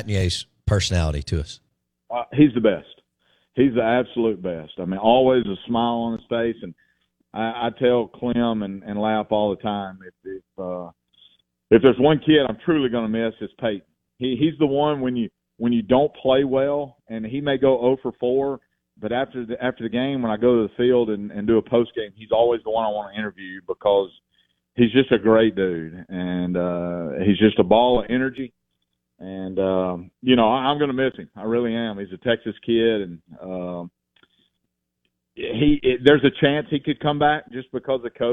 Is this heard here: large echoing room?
no